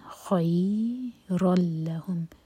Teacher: خیر لهم، را ہیوی لام لائٹ، یہاں پر ہے ادغام بغیر غنہ کے، تو نون کا ساؤنڈ بالکل نہیں ہم ٹچ کریں گے